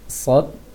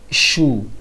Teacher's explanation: Kalau sod, hati-hati jangan seperti shin. Sod, menebalkan sin sedikit.